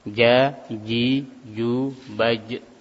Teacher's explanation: tengah-tengah lidah menyentuh langit-langit atas itu, sehingga aliran nafas tertahan, tidak ada nafas yang keluar · Term: huruf jim